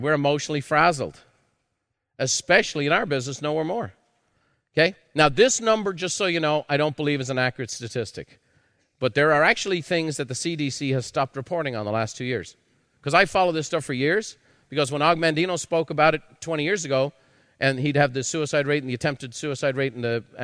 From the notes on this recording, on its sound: A live recording from Peak Experience.